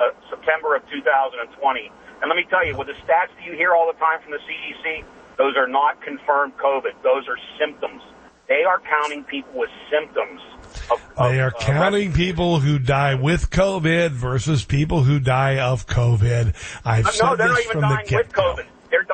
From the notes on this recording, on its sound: Takes calls from live listeners. Listeners call.